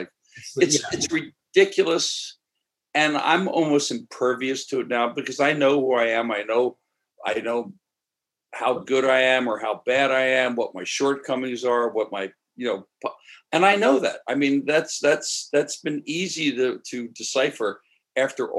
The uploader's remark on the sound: Sunday Sauce via Zoom.